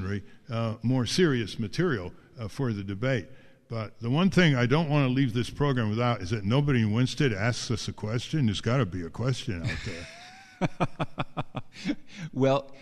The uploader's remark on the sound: Live From Ralph Nader's American Museum of Tort Law